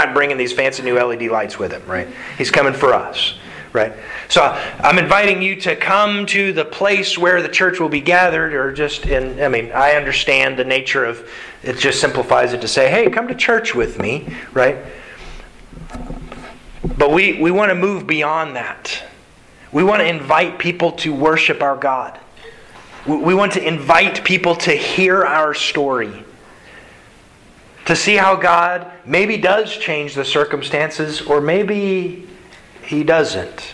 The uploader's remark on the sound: Sermon delivered to the Galena Bible Church Sunday October 10th, 2021